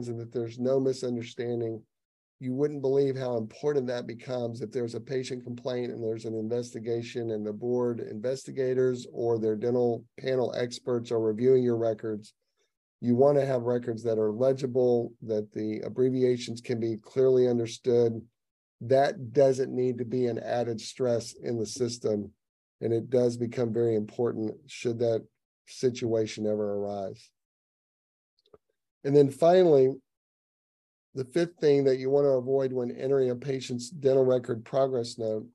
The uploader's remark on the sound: Each TMQA podcast is an edited and shortened version of the previously-held live Q&A Zoom session.